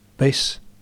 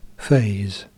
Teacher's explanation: Base has a shorter vowel in front of the fortis, s. · Term: vowel length